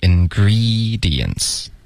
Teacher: Ingredients 的 E 的音舌根要高一点